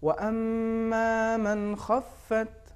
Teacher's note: اس میں نون ساکن کا کشش یا غنہ نہیں آئے گی